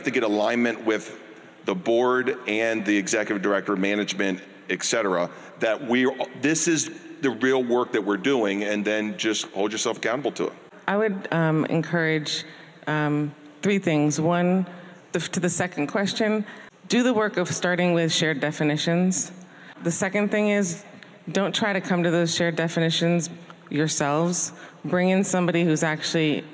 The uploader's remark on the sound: Live! Nonprofit Board Lab 2023: New Commonwealth Fund Panel